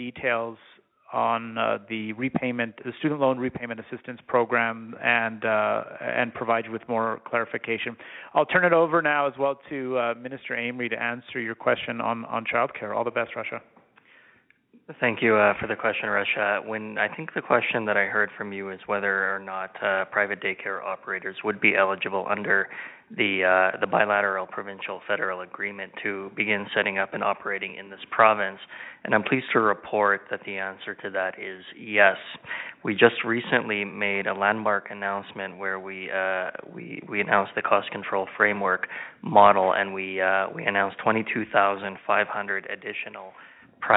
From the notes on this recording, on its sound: Affordability Telephone Town Hall. Held an interactive telephone town hall.